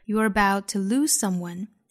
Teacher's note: About 尾部的 t 直接略掉